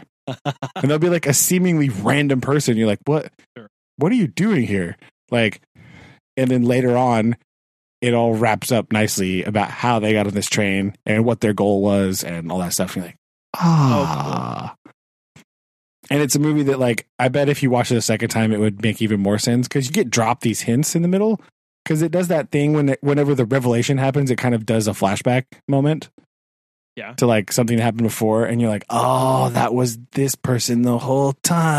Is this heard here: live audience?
no